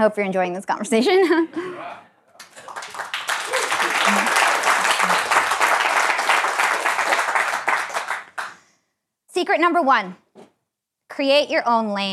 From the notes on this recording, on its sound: first public speaking engagement at the 2022 MIT Gathering of Titans Conference